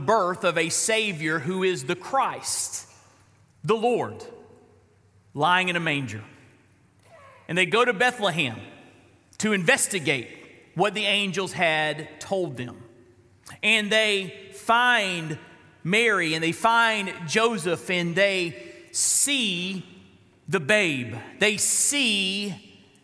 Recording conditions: large echoing room